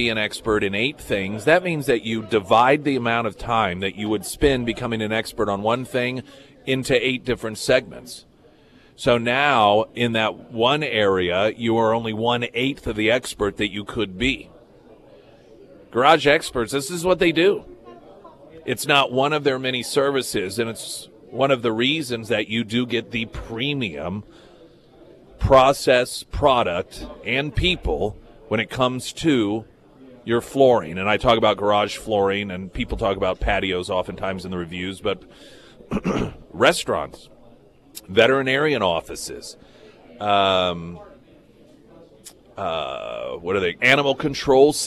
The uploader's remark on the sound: live at Scramblers Diner